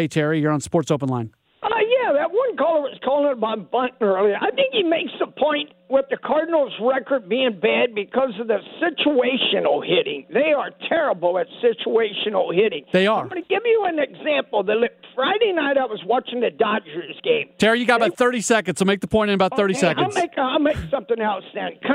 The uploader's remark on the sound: Opens up the phones to get your thoughts on this lackluster season. Airs weeknights 6-8PM CT on KMOX barring any Cardinals games.